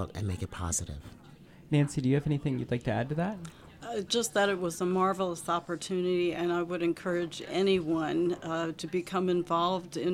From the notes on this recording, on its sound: Recorded at the Virginia Folklife Apprenticeship Showcase